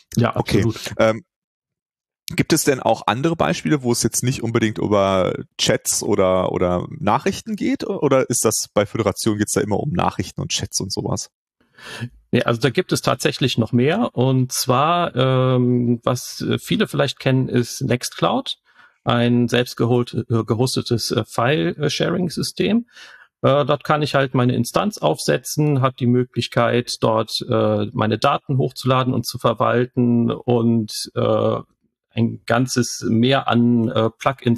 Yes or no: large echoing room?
no